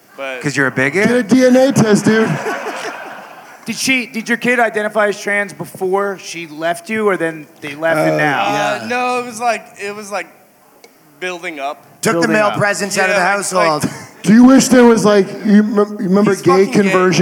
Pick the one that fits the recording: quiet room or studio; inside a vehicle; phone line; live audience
live audience